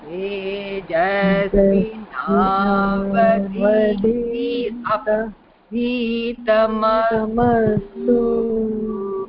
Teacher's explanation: the u goes down